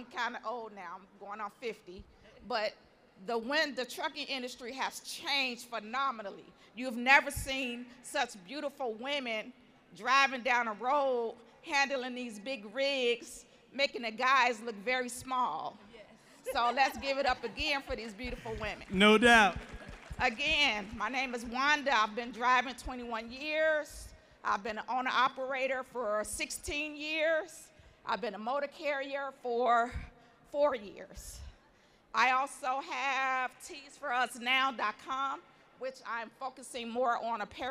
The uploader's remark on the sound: Live On STAGE! (S.H.E Trucking Expo). We are live from Chattanooga, TN Where Truck N’Hustle was given the honour of hosting a live podcast for the S.H.E Trucking Expo.